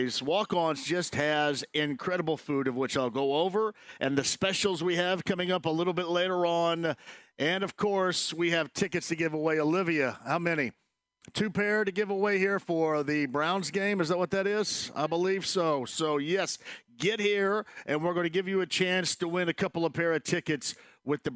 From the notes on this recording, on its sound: live this Friday from Walk Ons